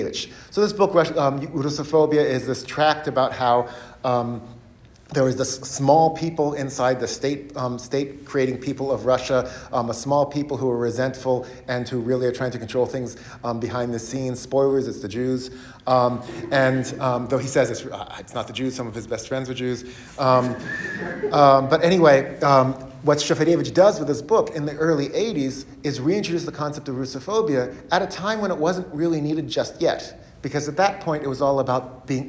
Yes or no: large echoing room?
yes